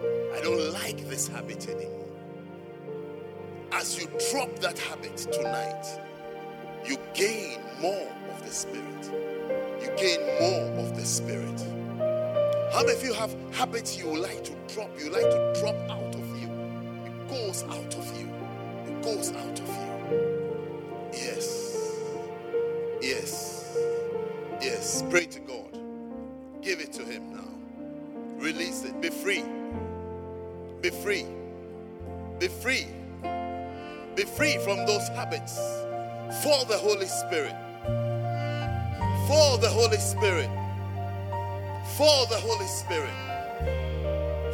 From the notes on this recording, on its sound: at the Jesus Encounter Service - First Love Church, Birmingham